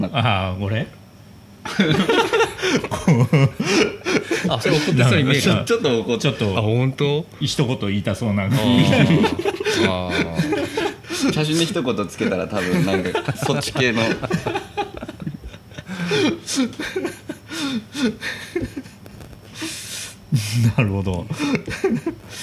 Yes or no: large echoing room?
no